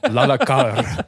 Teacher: It's pronounced Lalaka. Ja, with a rolling R.